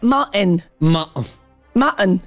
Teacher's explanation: in California non si pronuncia il T sound, il rumore della T.